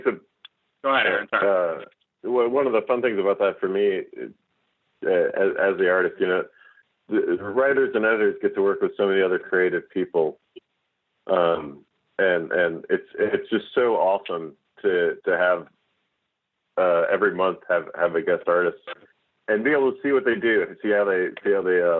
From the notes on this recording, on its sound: Marvel tele-press conference